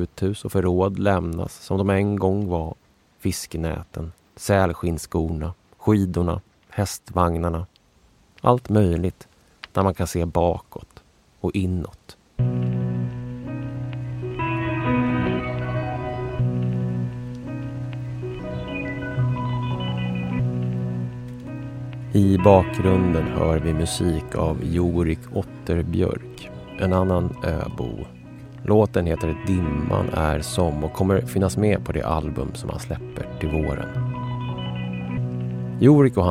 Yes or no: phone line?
no